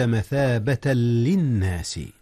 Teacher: هنا جاء إدغام بغير غنة، إذ اللام ليست من أحرف الغنة. نعم، مثابة للناس، أدغم التنوين في اللام.